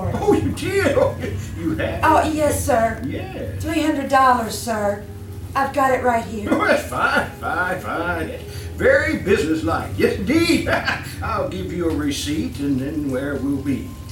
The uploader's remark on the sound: From the 2016 KCAL live "Halloween Fright Night" performance. KCAL Old Time Radio Troupe, an arm of the Creative Art League of Jessamine County, performs live reproductions of old-time radio shows in downtown Nicholasville, Kentucky four times a year.